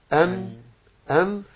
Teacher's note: وقف بلسانك. أن هكذا، ده مخرج النون من طرف اللسان مع أصول الثنايا العليا